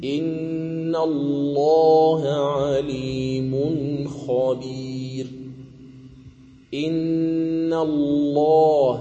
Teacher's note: الشرط الأول إذا وقعت بعد فتحة، يعني اللام في لفظ الجلالة إذا وقعت بعد فتحة فإنها تغلظ · Term: تغلظ اللام